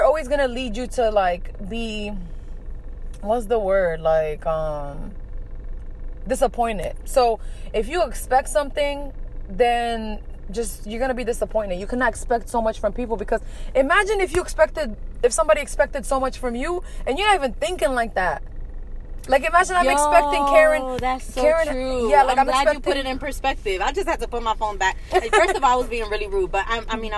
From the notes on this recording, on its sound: On this episode we are in the car with it.